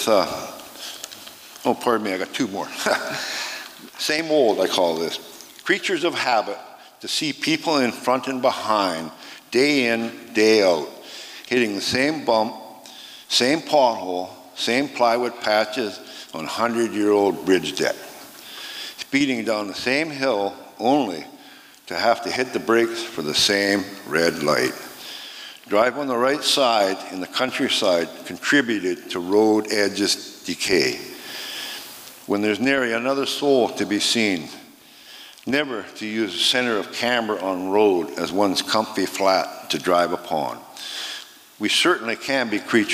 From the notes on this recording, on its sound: 2023 FPG-Liberty Theatre-Friday Night. Recorded at the Liberty Theatre on Friday, February 24th, 2023.